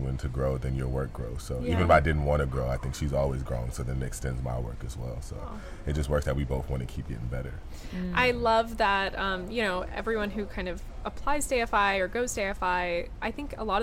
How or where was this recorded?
busy venue